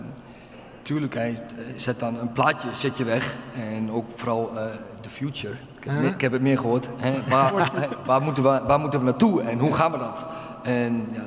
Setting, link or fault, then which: setting, live audience